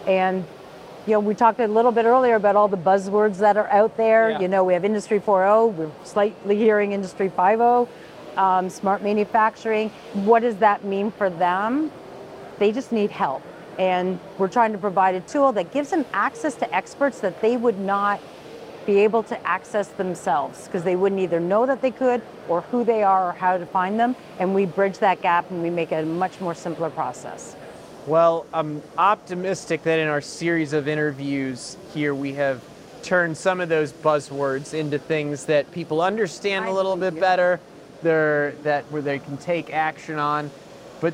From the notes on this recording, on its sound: Live from the Smart Manufacturing Experience. Asked industry experts these questions live at the Smart Manufacturing Experience at SOUTHTEC.